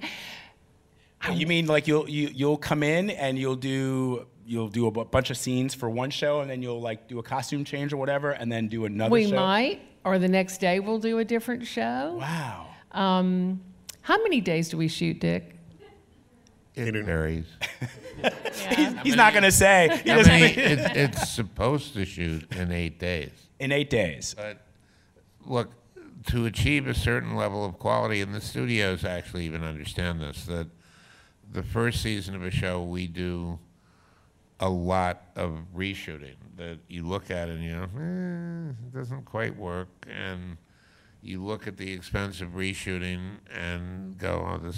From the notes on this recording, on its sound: The conversation was recorded on February 20, 2019 in front of a live audience at New York's 92nd Street Y.